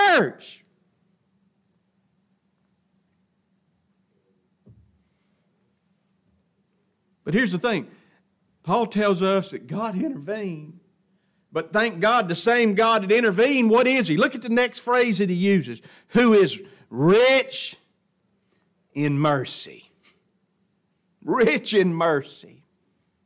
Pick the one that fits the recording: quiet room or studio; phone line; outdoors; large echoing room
large echoing room